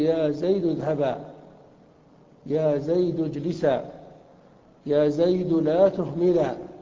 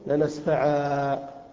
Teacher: أما إذا كان قبل نون التوكيد الساكنة فتحة فالحكم أن تقلبها عند الوقف ألفا · Term: نون التوكيد الخفيفة